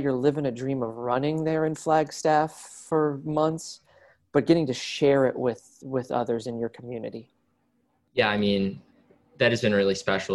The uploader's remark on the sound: Returns to the program via a Zoom call we recorded earlier this week.